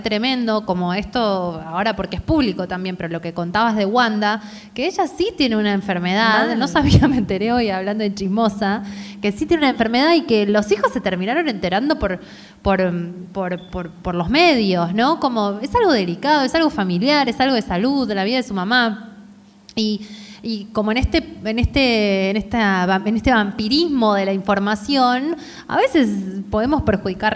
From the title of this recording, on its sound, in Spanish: en vivo en Mar del Plata